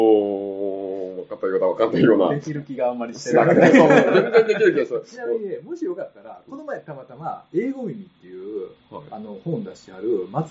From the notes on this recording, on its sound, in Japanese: 録音環境が悪くてちょっと聴き取りづらいですね。ごめんなさい。